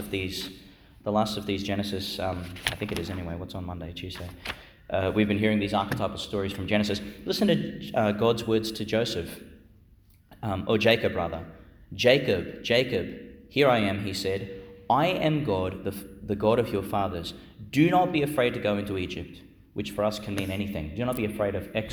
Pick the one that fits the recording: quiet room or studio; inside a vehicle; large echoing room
large echoing room